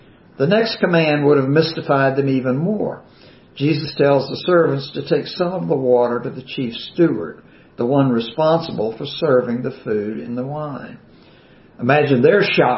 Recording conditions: large echoing room